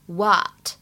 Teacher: 在美音当中呢，它的这个元音发的会比较偏向长元音的啊 what · IPA: [wɑ:t]